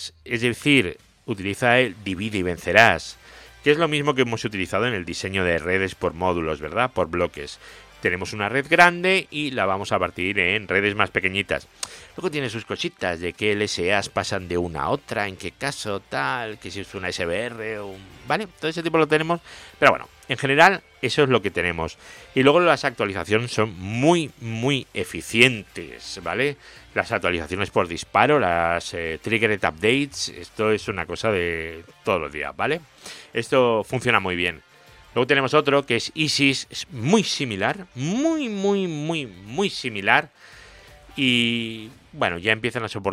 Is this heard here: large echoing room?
no